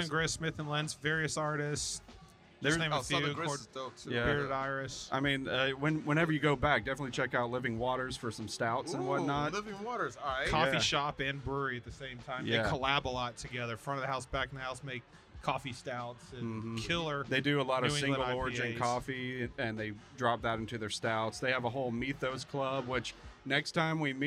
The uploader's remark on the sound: Recording Session at Inner Voice Brewing - Atlanta, GA.